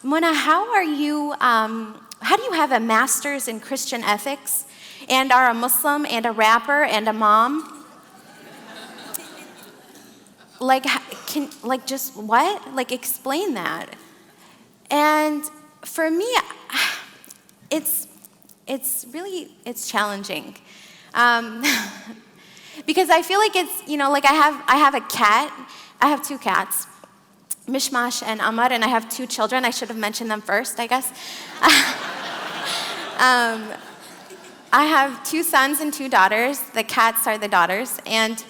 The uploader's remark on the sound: In this live SAND Conference talk. She leads the live audience in some breathwork, chanting, and singing.